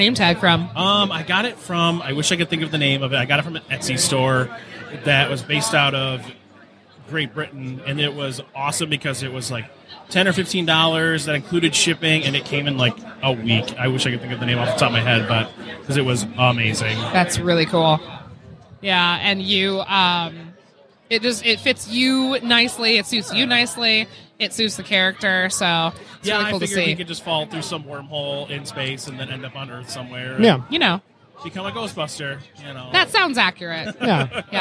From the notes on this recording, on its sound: live on the con floor at Astronomicon